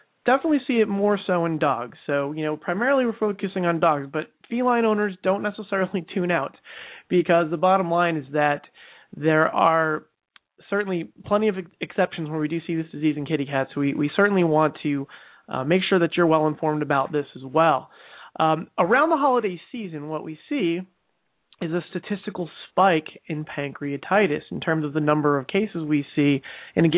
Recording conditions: phone line